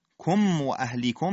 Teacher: کم و اهلیکم میم در واو اظهار میشه، کم و اهلیکم نارا غلطه، میم ساکنه تکون نمیخوره.